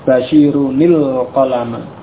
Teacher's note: tetap nunnya tetap ada, hanya saja tidak disukun tapi diganti kasrah untuk bersambung dengan lam sukun pada alif lam.